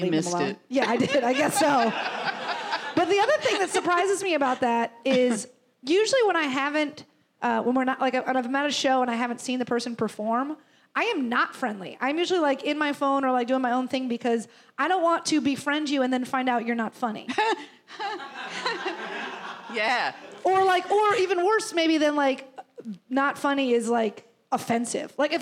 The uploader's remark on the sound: Live Show. Including questions from the audience.